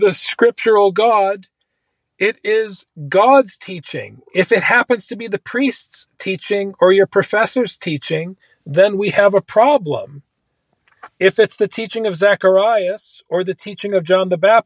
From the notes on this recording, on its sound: A cloud service provider outage, one co-host recovering from illness, and the other recording from a parked car somewhere with only two bars on a mobile device.